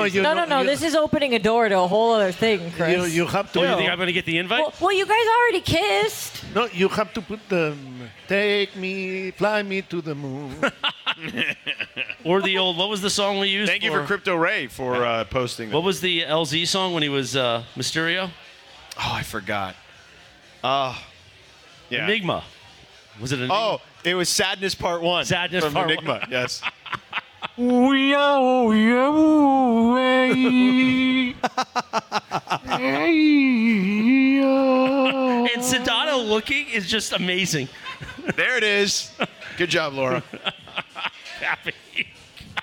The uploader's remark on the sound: gets yelled at by some unhappy audience members